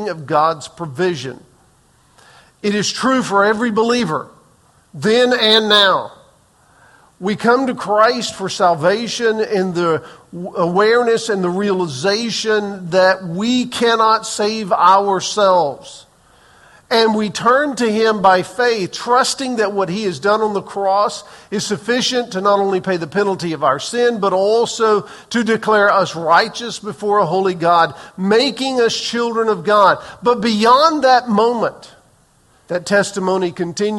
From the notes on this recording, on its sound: Recorded on May 7, 2023 in the 8:15 am Worship Service.